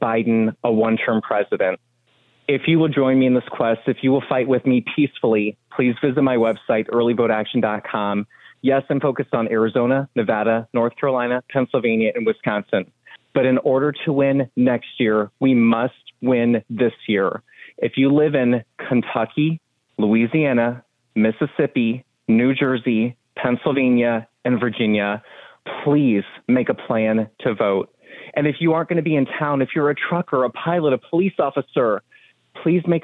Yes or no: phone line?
yes